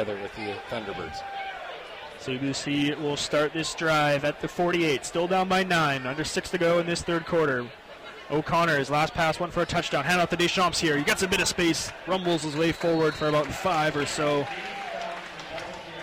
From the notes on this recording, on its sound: CiTR commentators broadcasting live from the Thunderbird stadium for the 'Bird's second home game of the season.